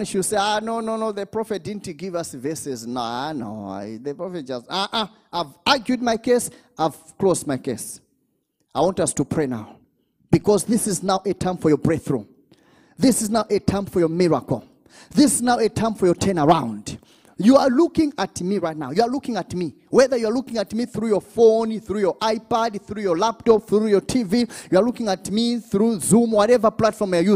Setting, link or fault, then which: setting, large echoing room